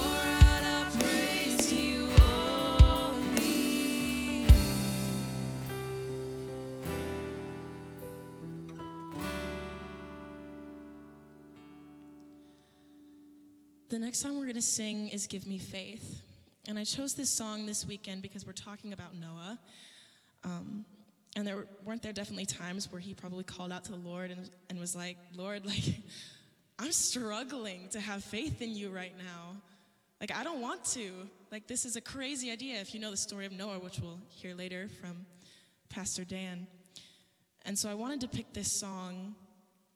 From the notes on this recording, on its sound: Live from our Celebration Ministry Center